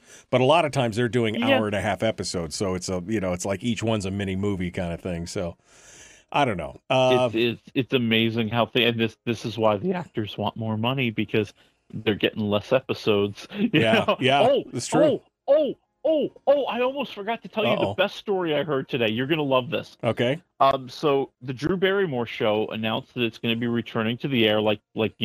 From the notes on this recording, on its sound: open up the phone lines